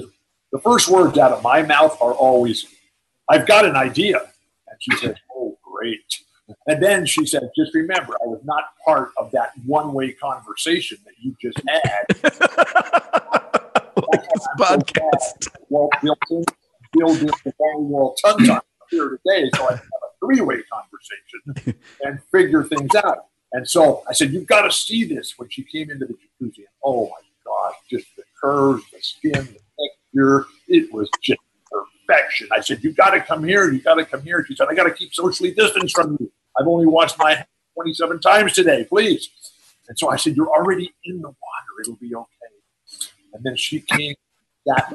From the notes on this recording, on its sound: We present the interview in its entirety, uncut, fully unedited so you can experience it just as we all did on the zoom call!